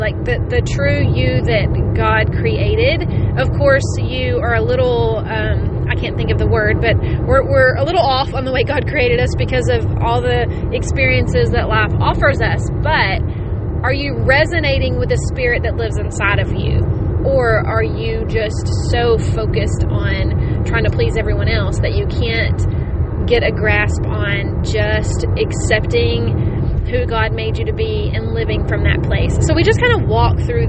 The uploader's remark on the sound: completely unedited and recorded from the car